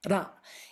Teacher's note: they do a tapped R, which is tip of the tongue on the gum ridge bouncing off, ra. It's so it's like a rolled R, but it's like one instead of many, many all in a row, if you know what I mean.